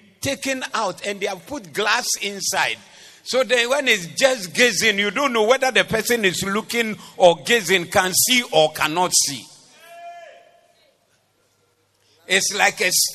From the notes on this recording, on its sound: Preached at the Doxa Service 20082023